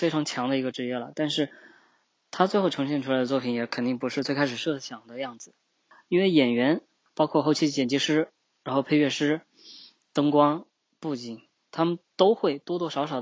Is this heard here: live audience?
no